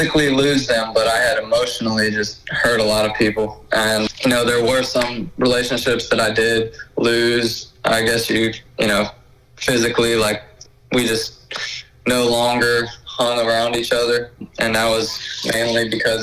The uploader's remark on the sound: over the phone